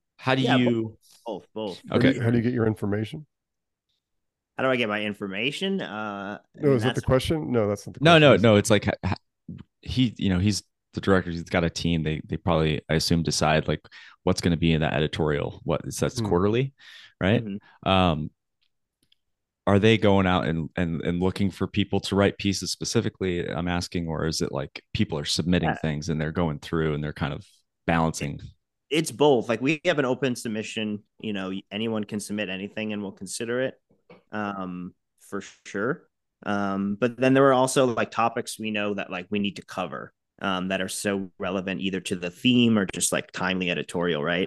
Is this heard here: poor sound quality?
no